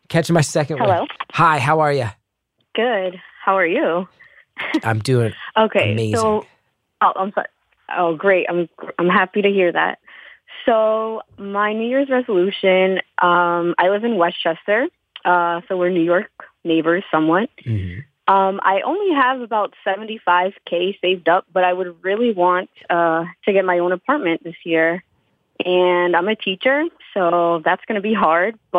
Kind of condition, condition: link, phone line